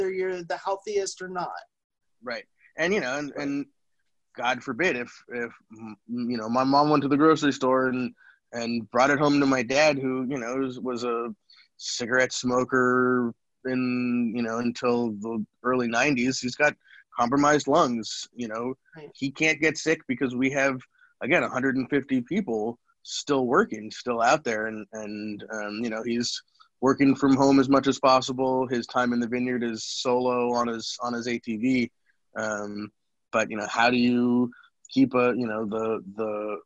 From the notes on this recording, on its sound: The Wine Makers are working from home this week. We decided to practice “social distancing” and try out the Zoom app to continue to continue recording shows for our listeners.